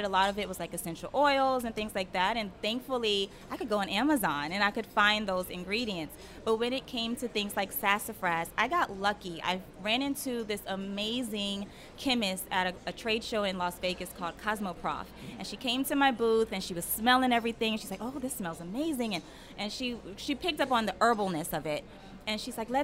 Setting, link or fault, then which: setting, busy venue